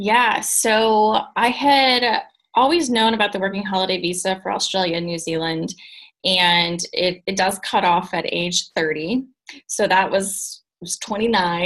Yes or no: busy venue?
no